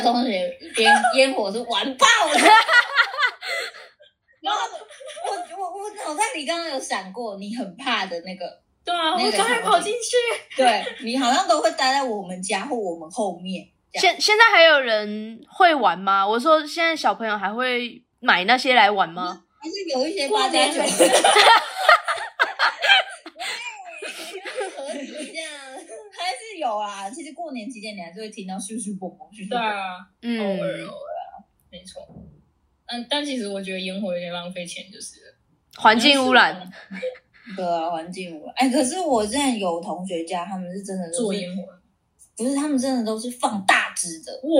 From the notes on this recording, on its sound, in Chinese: 本集由於過年期間錄製，外來聲音影響重疊，加上第一次嘉賓來訪，聲音錄製的品質稍有影響，請各位聽眾見諒。